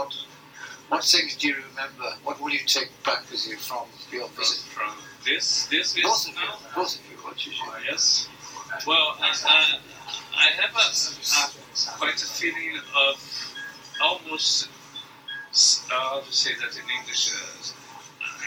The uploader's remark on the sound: The 'warts and all' principle is followed to provide this podcast without delay while the poddling team develops skills at dealing with the audio 'warts'.